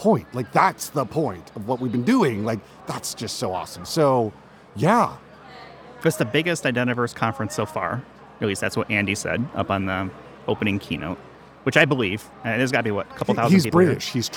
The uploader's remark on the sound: Recorded live at the Identiverse 2023 conference.